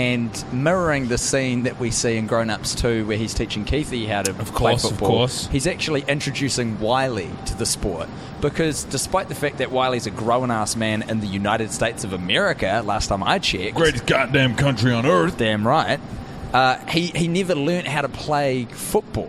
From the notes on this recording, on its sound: The lads have watched the entire film inside of a Kmart and recorded an episode in the terrible, dirty walls of the quintessential department store of yesteryear.